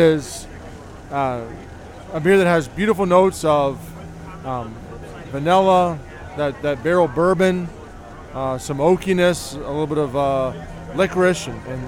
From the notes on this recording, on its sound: In this special edition episode, I report live from the Brewfest Waterfront District Brews Cruise.